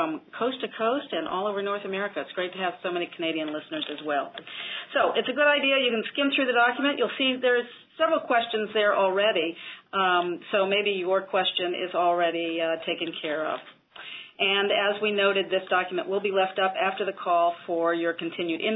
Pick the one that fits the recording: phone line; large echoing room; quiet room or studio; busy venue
phone line